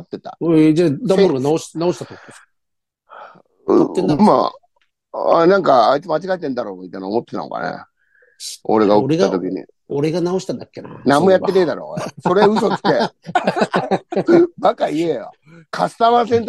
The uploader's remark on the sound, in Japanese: ZOOMで収録